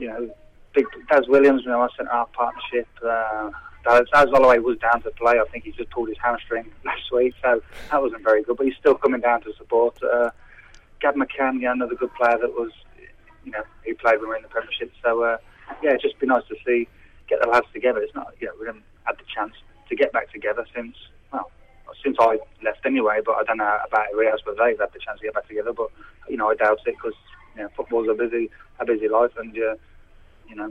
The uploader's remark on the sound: We were joined on the phone